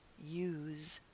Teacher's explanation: As a verb, the pronunciation is use with a Z sound, a vibrating Z, use. But as a noun, the pronunciation changes and is use with an S.